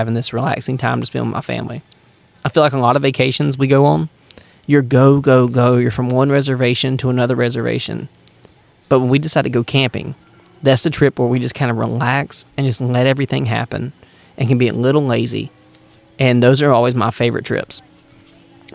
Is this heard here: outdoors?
yes